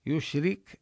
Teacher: صفة التفشي، ينتشر الهواء في الفم، يشرك. كذلك ننتبه لكسر الراء وترقيقها، والكاف من حروف الهمس بينا أنها يعني يخرج معها النفس لكن ينقطع عندها الصوت، فهي من حروف الشدة.